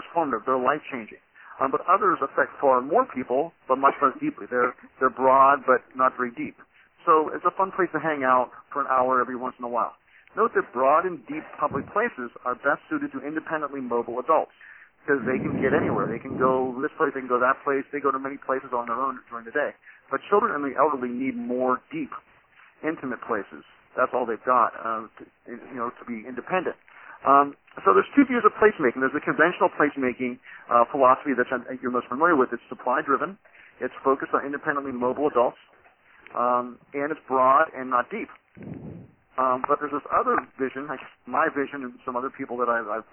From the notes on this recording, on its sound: On this CommunityMatters conference call recording